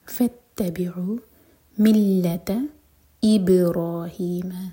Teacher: با پر قلقلہ اور را ہیوی